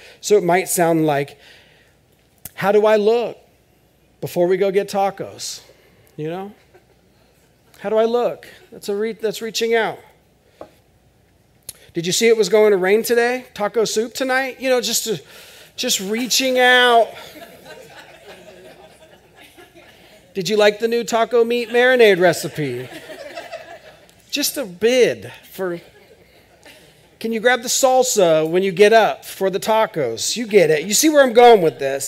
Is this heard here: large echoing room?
yes